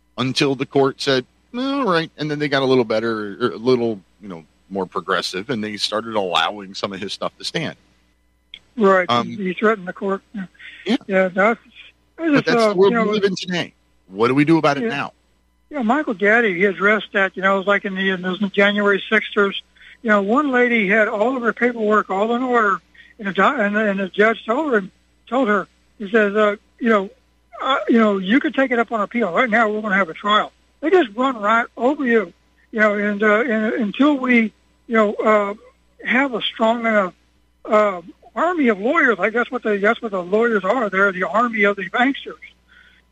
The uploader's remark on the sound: Your phone calls